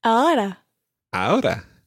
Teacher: This is the single R, which is this kind of flick on your alveolar ridge, just below your hard palate.